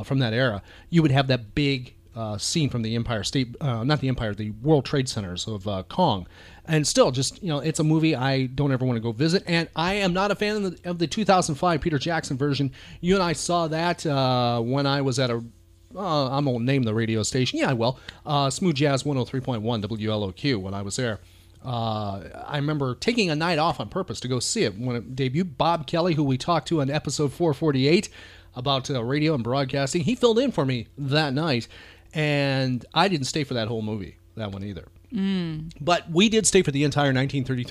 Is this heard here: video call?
no